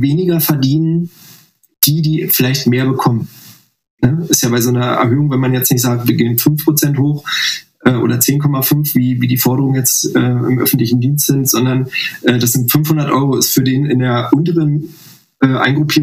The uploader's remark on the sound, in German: Die nächsten Folgen wird der Ton auch wieder besser, versprochen.